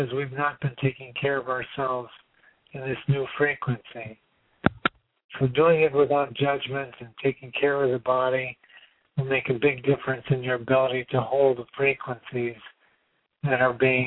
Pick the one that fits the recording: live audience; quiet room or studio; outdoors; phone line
phone line